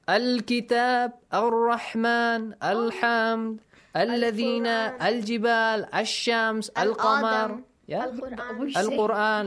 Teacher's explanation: You have to read the hamzatul wasl with fatha. الكتاب الرحمن الحمد الذين الجبال الشمس القمر القرآن like this الكتاب.